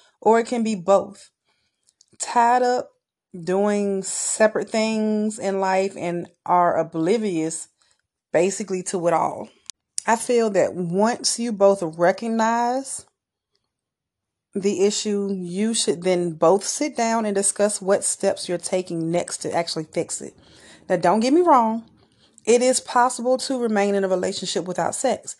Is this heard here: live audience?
no